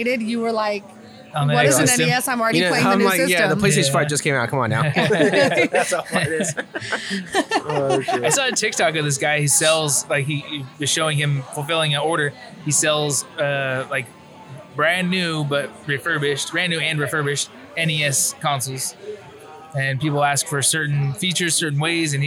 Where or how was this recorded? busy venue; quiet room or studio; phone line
busy venue